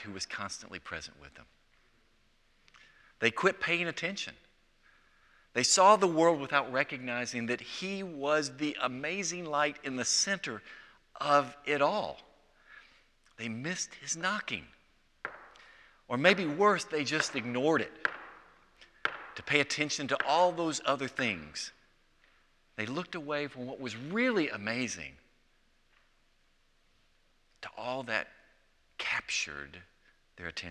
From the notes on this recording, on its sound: Presented by Asbury Seminary Kentucky Chapel, recorded on Wednesday, November 29, 2023 at Asbury Theological Seminary's Kentucky campus.